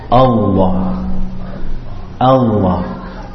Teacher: The Hamza is from the bottom of the throat.